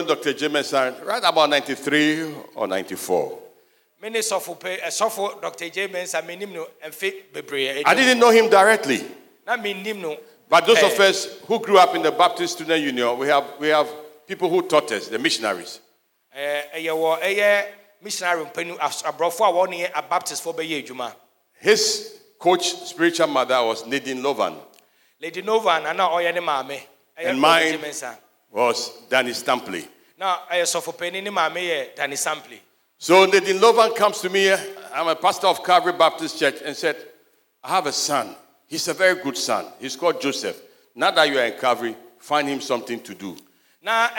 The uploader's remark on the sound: Sermon preached at CBC Shiashie Campus on Sunday September 25, 2022